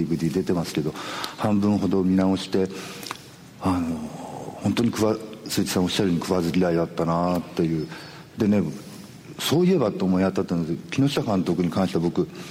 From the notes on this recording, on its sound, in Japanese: 小豆島で「喋楽苦（しゃべらく）」と題して行われたトークイベントの模様をお送りします。